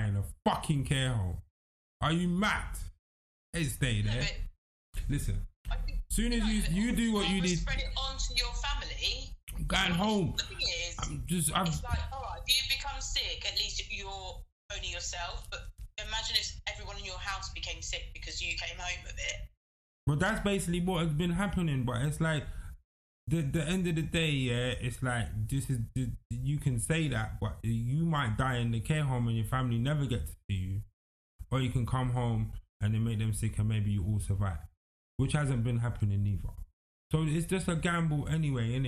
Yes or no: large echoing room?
no